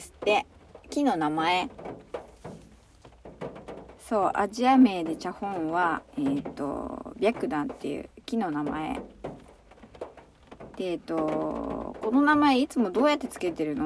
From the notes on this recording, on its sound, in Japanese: From Radiotalk。雨音が心地いい。車の中スタジオ。